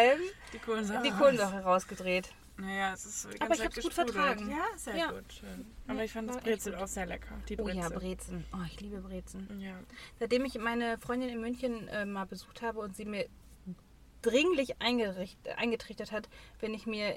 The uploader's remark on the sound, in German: Live aus dem Auto: Wir warten auf unser Essen